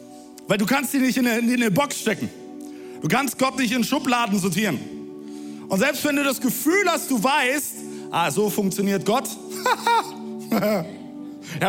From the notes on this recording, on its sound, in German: Audiomitschnitt der Predigt